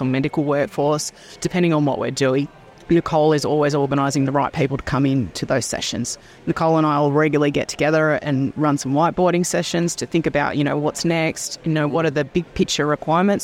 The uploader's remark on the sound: recorded at Healthcare Week in Hamilton New Zealand